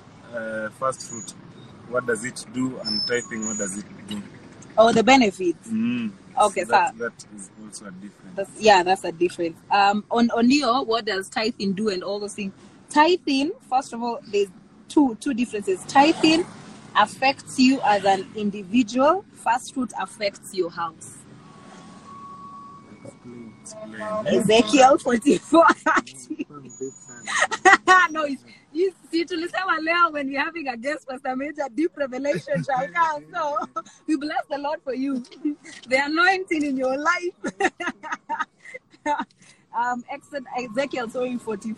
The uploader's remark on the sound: we will finish with an Instagram Live